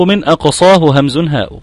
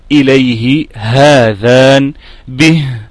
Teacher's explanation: أي من أقصى الحلق، أي أبعده مما يلي الصدر ويخرج منه الهمزة فالهاء